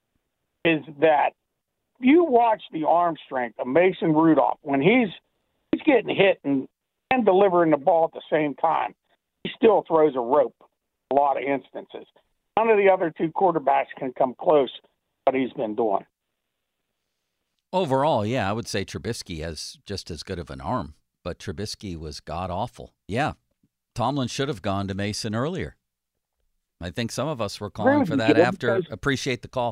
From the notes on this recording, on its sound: Quick Phone call from a listener. One listener calls in and tells us their thoughts on the upcoming matchup.